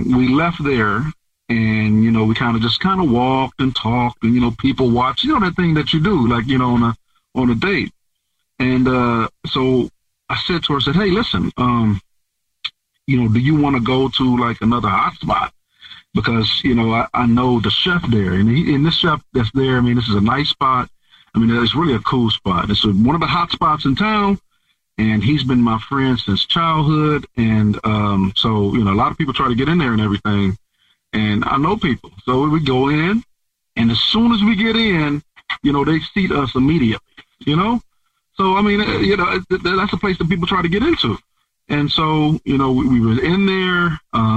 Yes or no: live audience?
no